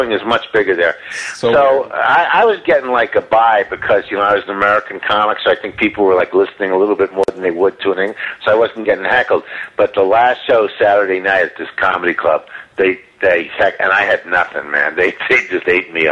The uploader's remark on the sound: We called him on the telephone to conduct our no holds barred interview